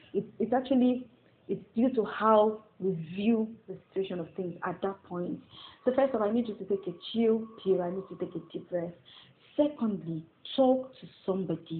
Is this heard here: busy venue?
no